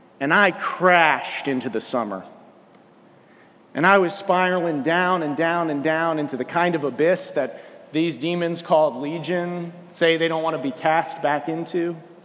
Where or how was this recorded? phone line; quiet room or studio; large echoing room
large echoing room